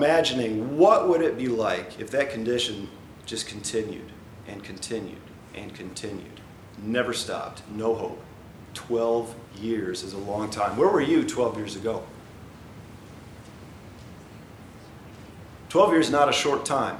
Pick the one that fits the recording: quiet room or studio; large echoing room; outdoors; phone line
large echoing room